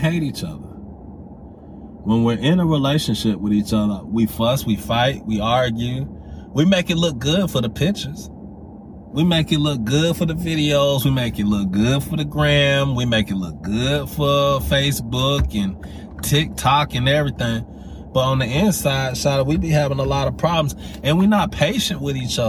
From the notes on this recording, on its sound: Driving while Thinking. While I was driving home.